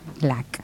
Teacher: una A que se pronuncia muy adelante